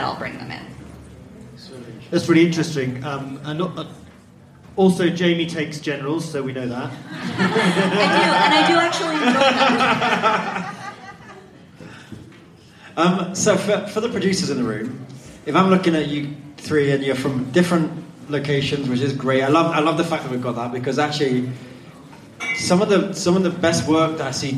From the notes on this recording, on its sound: LIVE from The Sundance Film Festival - CASTING DIRECTOR PANEL. Insights straight from the Sundance Film Festival's Craft of Casting panel.